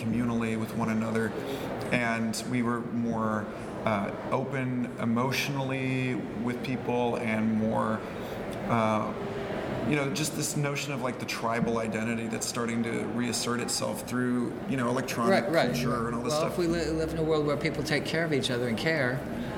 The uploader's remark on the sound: At this year’s Psychedelic Science Conference in Oakland. Please excuse the background noise in this recording.